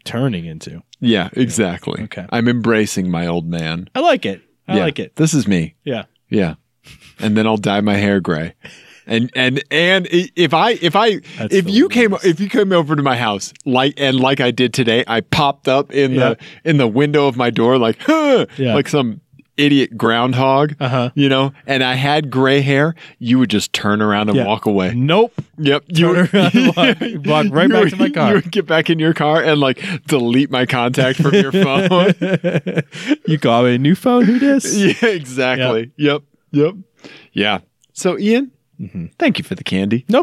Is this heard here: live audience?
no